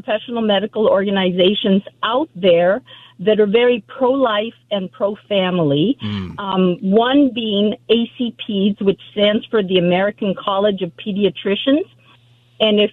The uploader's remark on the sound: Listeners call